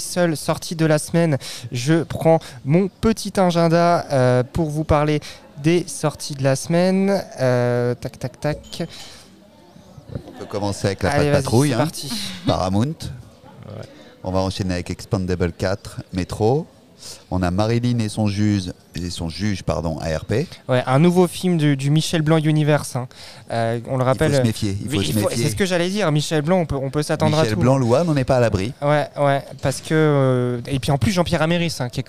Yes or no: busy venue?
yes